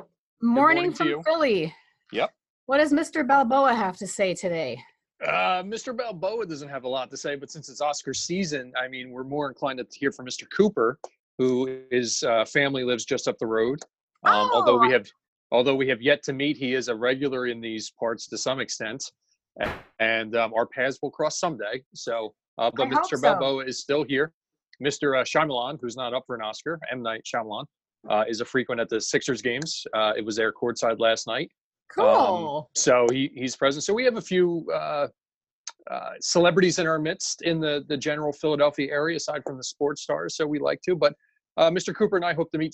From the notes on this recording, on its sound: What happens when you put two pop-culture fanatic fundraisers on a Zoom call and talk about this year's Academy Awards?